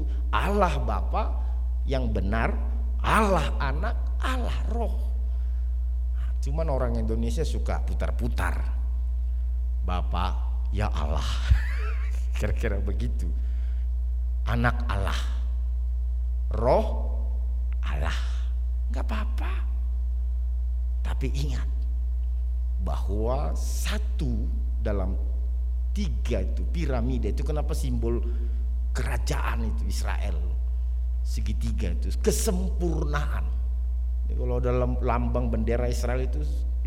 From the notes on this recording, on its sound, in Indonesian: RSK 98.6 FM. Rekaman ibadah Minggu pagi.